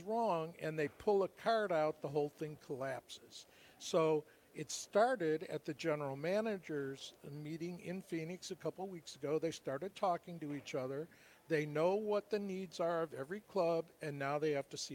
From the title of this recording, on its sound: LIVE FROM THE MLB WINTER MEETINGS